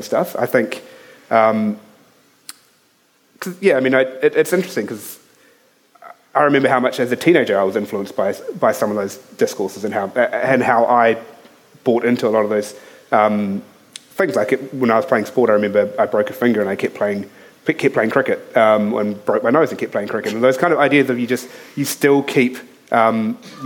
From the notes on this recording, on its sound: Speaking at the 2021 Marlborough Book Festival